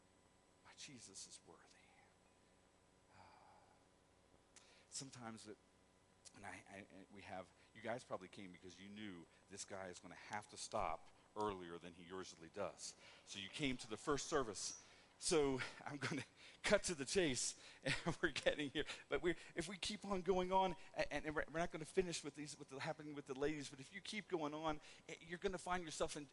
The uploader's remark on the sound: Woodland Life Church Live